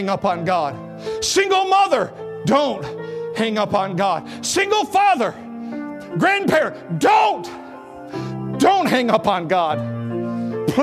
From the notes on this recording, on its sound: at Victorious Life Church of God during the 11am Sunday morning service on February 5, 2017